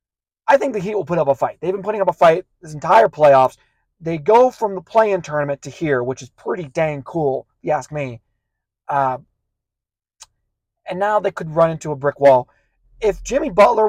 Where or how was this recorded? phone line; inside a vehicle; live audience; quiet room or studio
inside a vehicle